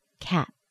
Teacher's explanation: When I get to the T, I don't express a lot of air. In fact, I hold my tongue against my teeth and let it rest for a second. Not much air comes out of my mouth.